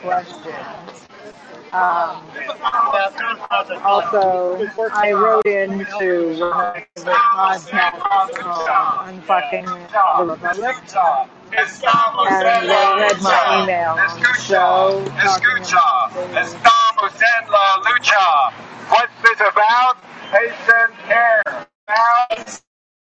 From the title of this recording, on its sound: LIVE from NUHW strike in Oakland